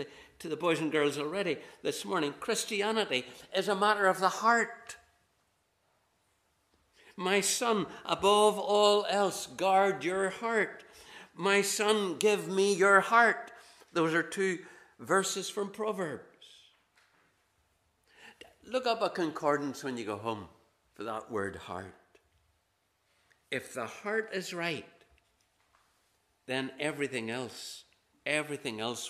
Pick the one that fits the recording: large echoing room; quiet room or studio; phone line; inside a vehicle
large echoing room